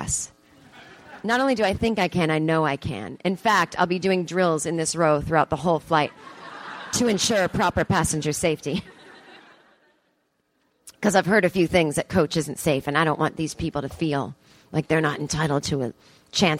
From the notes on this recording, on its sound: Live on stage in front of an audience at the Second City Theatre in Toronto, Canada at the Just For Laughs 42 Festival.